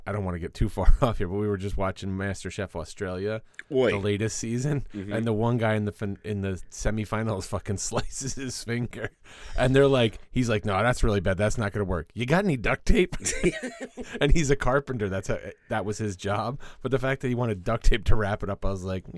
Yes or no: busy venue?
no